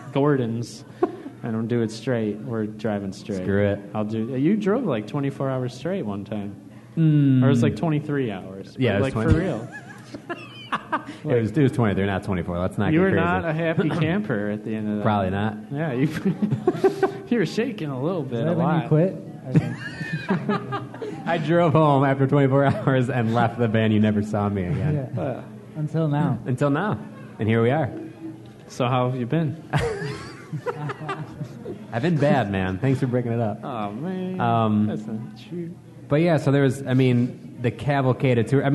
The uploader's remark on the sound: So, what better format than a live episode? This was recorded live at Epic Deli and the event raised over $500 for The Oasis in Grayslake!